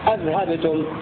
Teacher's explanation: باقي القراء بهمزة واحدة محققة على الإخبار هكذا أذهبتم.